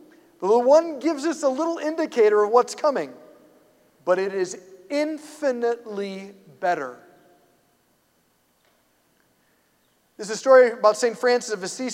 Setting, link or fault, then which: setting, large echoing room